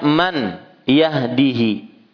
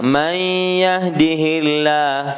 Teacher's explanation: menjadi may yahdi karena nun sukun bertemu dengan ya · Shown in: second take · Term: idgham bi gunna